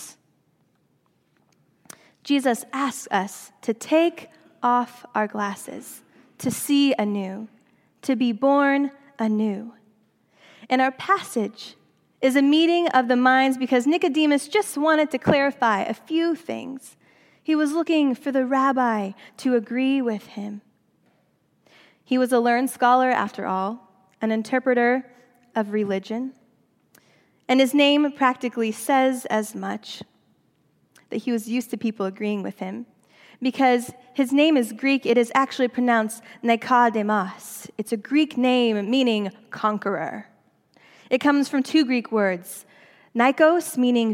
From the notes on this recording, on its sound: during the Traditional Worship service